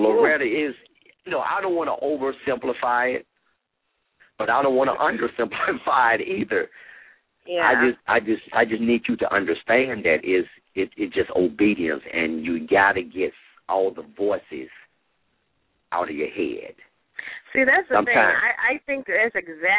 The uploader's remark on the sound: LML uses a progressive live call in format.